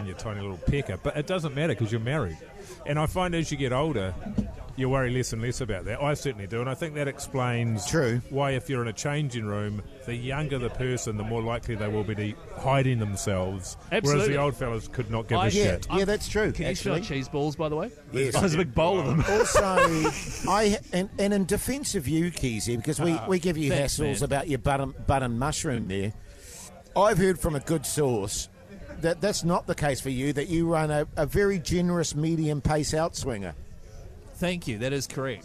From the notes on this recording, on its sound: They're back for 2024 and LIVE from the Hauraki Gulf!